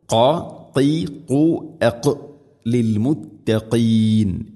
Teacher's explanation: അതുപോലെ അൽ മുത്തഖീൻ, മുത്തഖീൻ, മുത്തഖീൻ ഖാഫ്, മുത്തഖീൻ എന്നല്ല, മുത്തഖീൻ. തൊണ്ടയുടെ മുഗൾ ഭാഗവും കഴിഞ്ഞ് അതിൻ്റെ മേലെയാണ് ഖാഫിൻ്റെ മഖ്റജ്